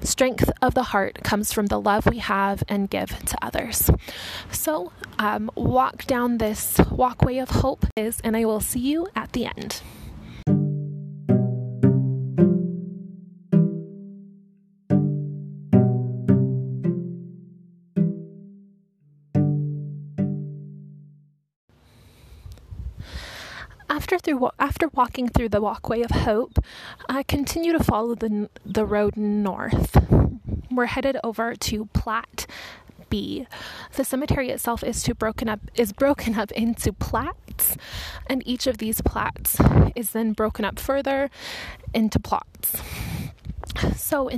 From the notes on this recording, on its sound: Walking tour of the Salt Lake City Cemetery